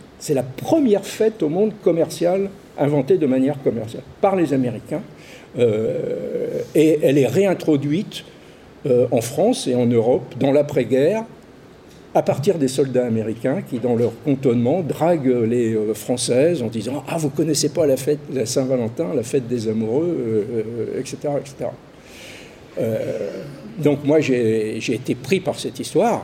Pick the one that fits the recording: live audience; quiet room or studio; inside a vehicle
live audience